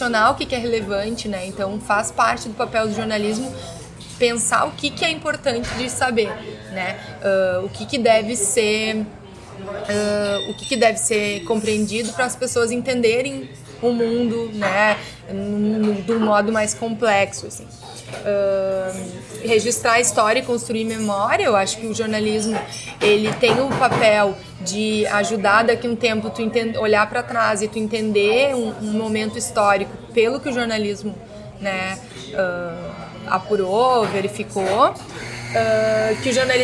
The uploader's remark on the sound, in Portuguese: O bate-papo foi gravado no Café do Duque, no Centro Histórico de Porto Alegre, em agosto de 2016.